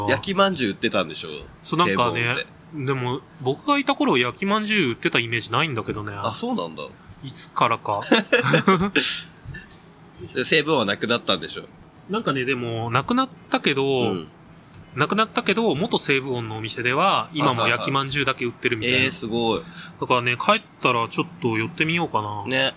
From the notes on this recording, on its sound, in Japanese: 今日は初の屋外収録でハッシュタグ回をお送りします。屋外なのにだいぶノイズを減らせたみたいです。